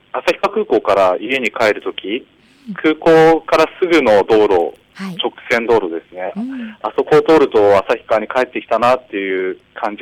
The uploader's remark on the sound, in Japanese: 今日の電話インタビューは